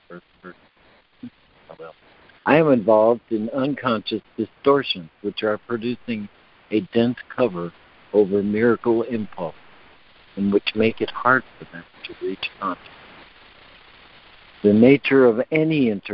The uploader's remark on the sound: ACIM Daily Conference Call